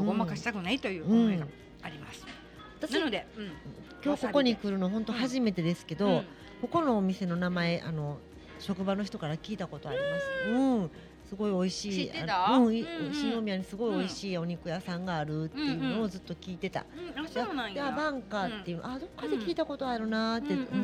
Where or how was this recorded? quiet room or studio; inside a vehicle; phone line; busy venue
busy venue